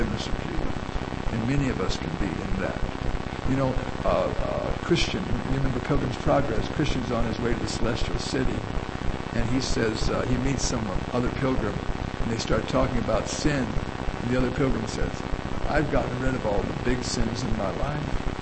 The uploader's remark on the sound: Due to technical difficulties, the quality of this recording is extremely poor. There is much background static and hum.